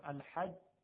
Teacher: ببینید ما نمیتونیم بگیم الحج و جیم رو بکشیم، جا نداره. پس صفت شدت داره، یعنی صدا برای مدت کوتاهی قطع میشه